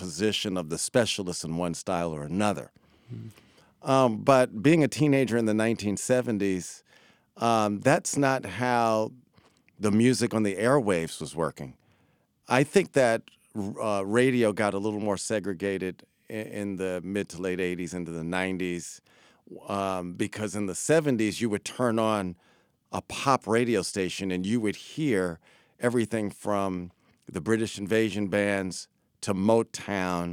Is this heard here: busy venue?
no